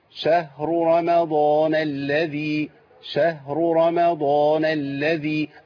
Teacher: يعني عندي رأيين مفخمين ورا بعض، راء مضموم وراء مفتوح. وبعد كده عندي مين مرققة وضاد مفخمة.